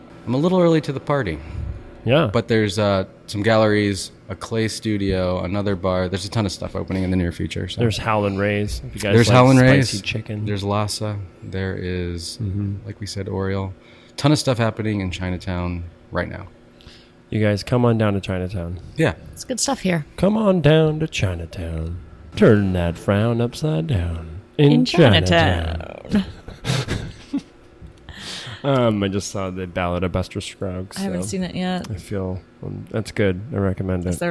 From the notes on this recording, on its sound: They record the episode from the LA Wine Bar